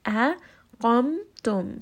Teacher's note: Qaf is going to be heavy. Hamza is light. So make sure that you don't make this hamza too heavy as well.